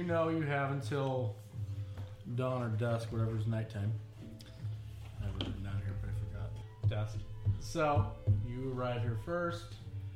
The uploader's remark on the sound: Disclaimer: Audio may be quiet, we apologize for any difficulties.